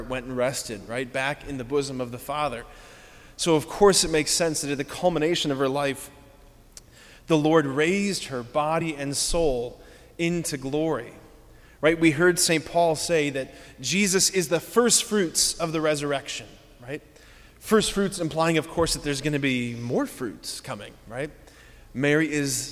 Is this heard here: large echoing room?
yes